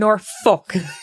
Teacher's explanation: You don't have to say the L, you just suggest it. Don't completely skip it.